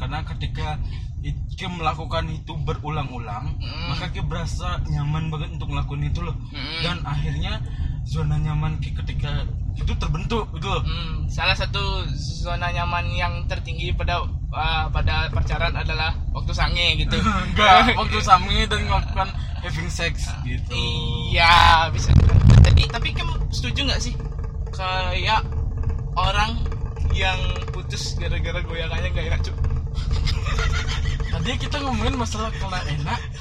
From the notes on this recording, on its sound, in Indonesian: karena ada sedikit kesalahan waktu recording jadi ada sedikit noise